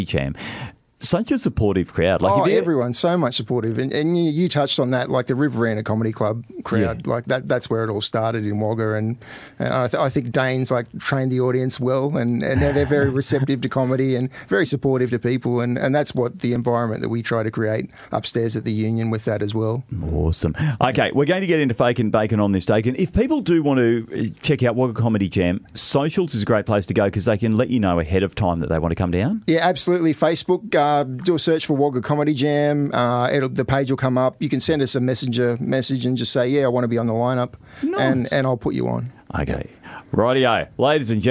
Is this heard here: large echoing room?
no